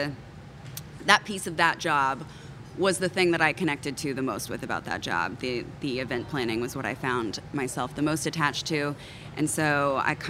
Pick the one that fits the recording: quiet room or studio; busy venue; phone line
busy venue